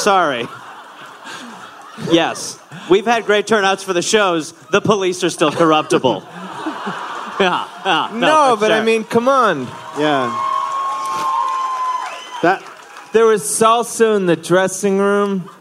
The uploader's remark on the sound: Live in NY